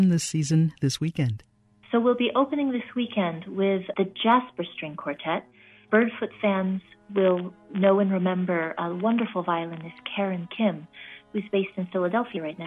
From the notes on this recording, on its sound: joins us by phone